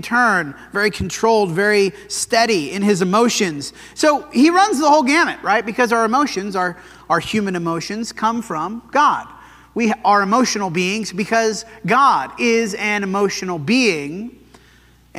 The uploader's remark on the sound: This sermon was preached at the Dewey Church of Christ on January 21, 2024.